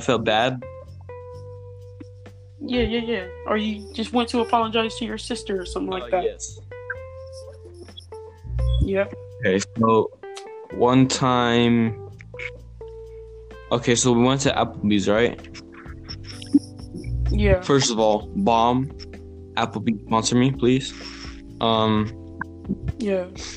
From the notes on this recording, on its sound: Sorry if there is a lot of glitchy noises in the background